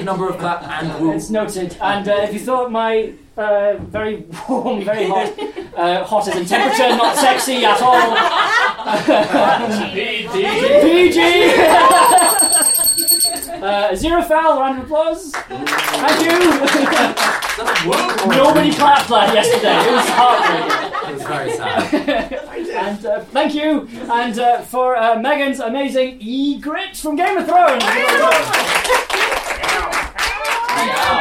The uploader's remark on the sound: A Live Podcast Spooktacular! - Edinburgh Horror Festival 2019. A recording of our second night of our four show run at the Bansheee Labyrinth as part of the Edinburgh Horror Festival 2019.